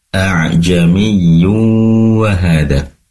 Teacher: Ketika membaca ilaihi a'jamiyyu wa hadha, di situ ada tanwin dommatain yang berada di ya-nya, a'jamiyyu. Selepas itu ada waw, maka dalam hal ini adalah idgham bi gunnah. Dimasukkan seraya mendengung.